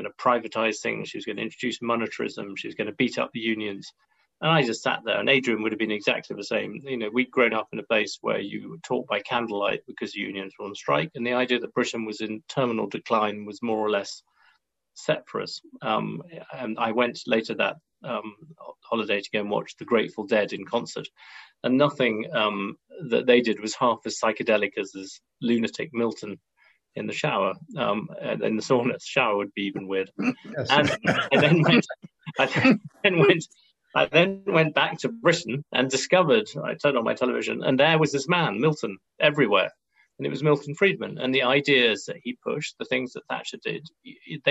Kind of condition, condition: link, video call